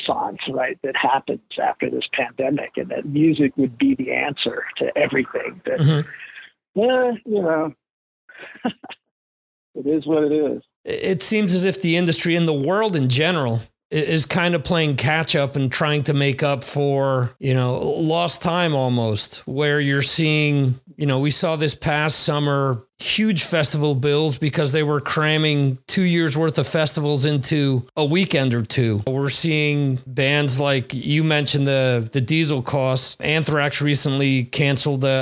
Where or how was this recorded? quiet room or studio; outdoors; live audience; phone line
phone line